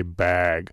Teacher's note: A couple of things that you hear a lot in Wisconsin include people having a distinctive pronunciation of the A vowel, of the vowel in bad and bat and so forth, specifically when it comes before a G. So people will talk about the stereotype of Wisconsinites, how Wisconsinites say bag.